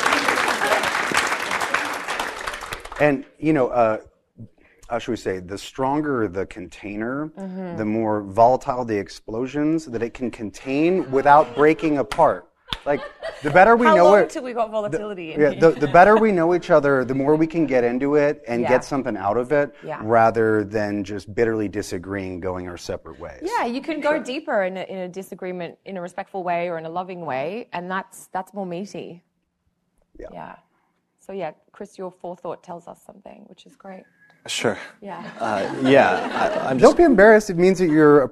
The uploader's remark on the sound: Live Podcast Event at United Astrology Conference 2018. A live podcast discussion that was recorded in front of an audience at the United Astrology Conference in Chicago. This was our first time hosting an event like this, or recording an episode of the podcast in person in front.